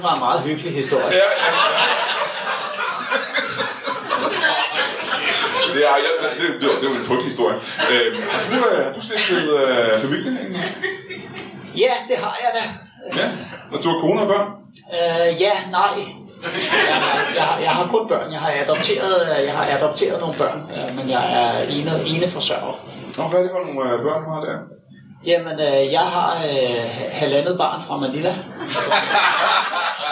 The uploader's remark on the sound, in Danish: LIVE fra Tahonga Lounge i Hillerød